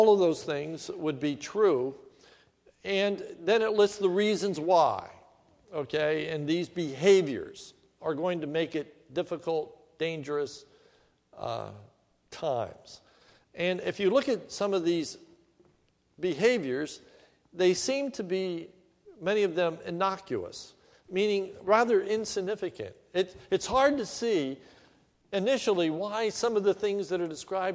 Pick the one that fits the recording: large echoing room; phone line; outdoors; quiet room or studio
large echoing room